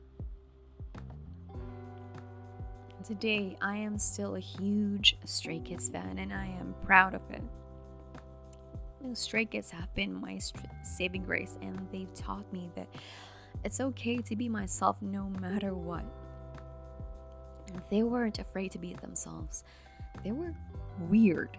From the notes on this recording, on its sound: there's the sound of a fan whirring in the background - hope it won't be too distracting.